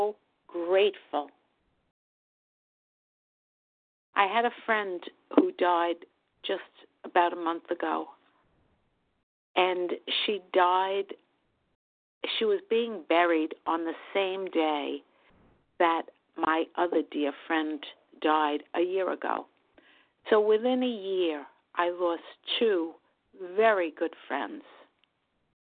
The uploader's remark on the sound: from the 100 Pounders Phone Meeting, 1/20/24